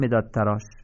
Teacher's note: دالو در ته ادغام میکنیم و در اثر ادغام دالو نمیخونیم، ته رو تشدید میدیم